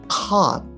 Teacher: 日本語のあよりももっと縦に開くような音ですね